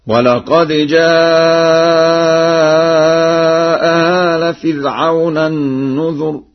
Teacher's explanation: قرأ ورش بتسهيل الهمزة الثانية بين وكذلك بإبدالها حرف مد مع المد والقصر